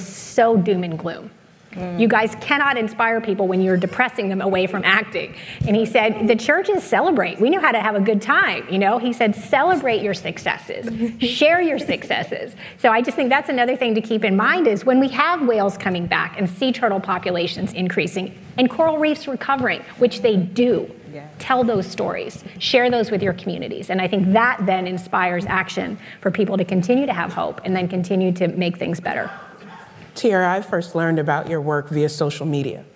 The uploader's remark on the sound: We listen to a panel discussion. For The Nature Conservancy in Connecticut ’s annual Nature Talks series. It was recorded in front of a live audience at Grace Farms in New Canaan, CT.